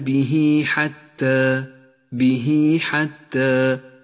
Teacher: تمد إشارة الصلة بمقدار 2 حركات · Term: مد الصلة الصغرى